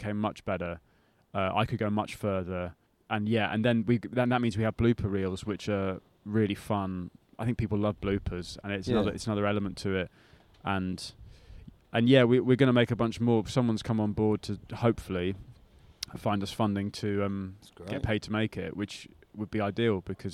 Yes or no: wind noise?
yes